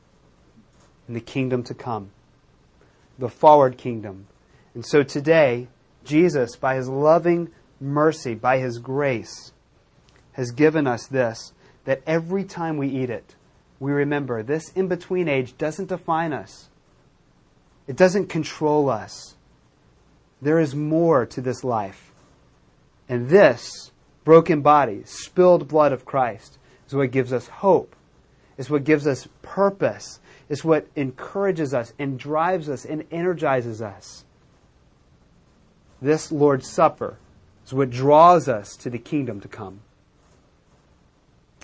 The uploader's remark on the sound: recorded at Metanoia Church